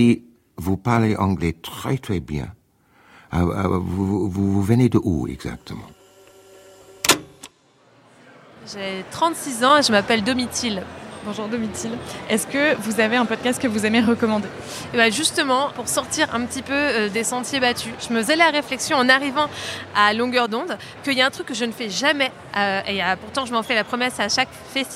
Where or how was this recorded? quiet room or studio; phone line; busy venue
busy venue